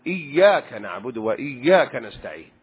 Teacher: فعليه أن يشدد الياء · Term: تشديد الياء